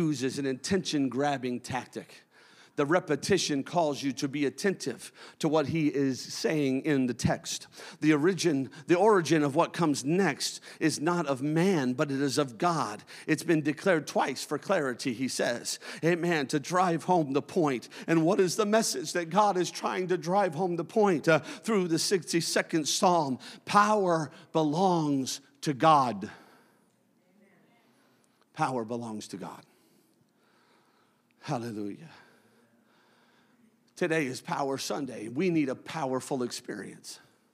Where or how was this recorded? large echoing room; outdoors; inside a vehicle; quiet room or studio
large echoing room